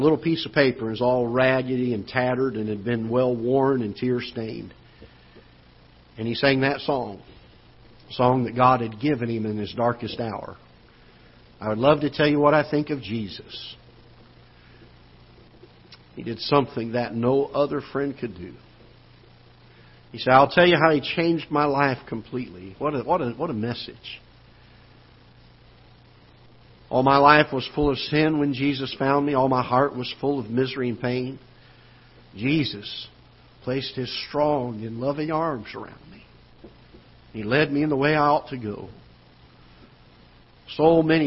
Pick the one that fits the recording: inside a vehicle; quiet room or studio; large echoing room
large echoing room